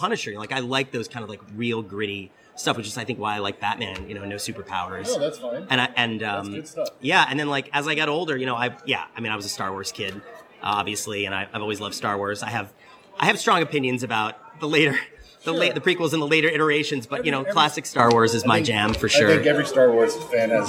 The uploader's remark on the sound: This latest episode was recorded last month while we were at LA Comic Con. This latest episode was recorded last month while we were at LA Comic Con. The folks there were able to connect us with this opportunity for an exclusive one-on-one interview.